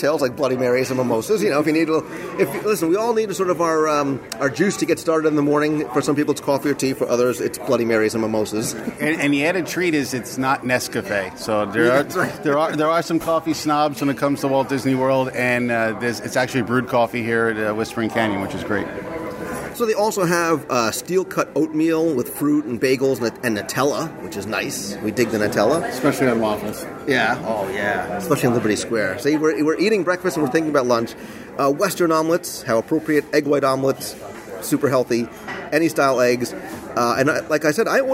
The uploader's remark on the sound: Live restaurant review of the Whispering Canyon Cafe. Join us virtually around the breakfast table for our live restaurant review of one of Walt Disney World's most fun, engaging, well-themed, entertaining and delicious experiences - the Whispering Canyon Cafe at Disney's Wilderness Lodge.